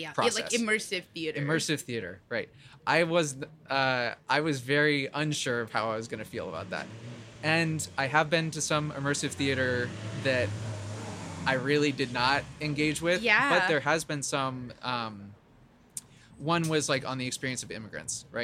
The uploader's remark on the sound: at our spring Gallery Conversation Event outside of Postmaster's Gallery